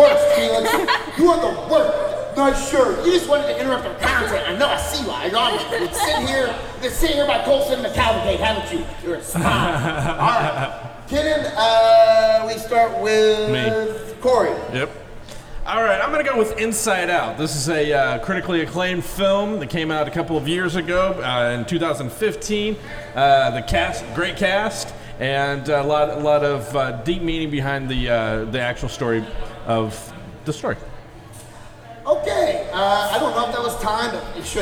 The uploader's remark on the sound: Indy Pop Con Live! Now you get to hear both of the live episodes we did at Indy Pop Con.